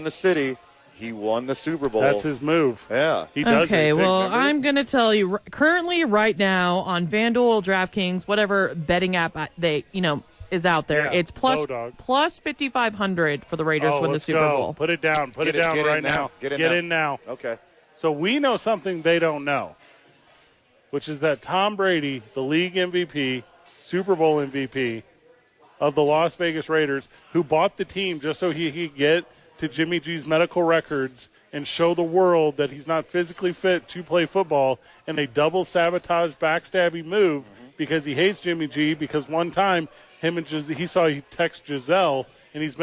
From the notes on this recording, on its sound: live at Hollow Spirits